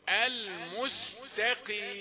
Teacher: ولن تستطيع أن تأتي بالدرجة الخامسة في تفخيم القاف المكسورة إلا إذا جئت بالتاء رقيقة